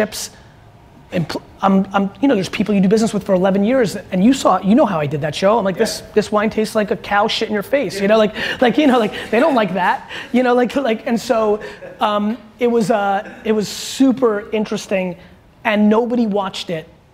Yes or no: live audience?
yes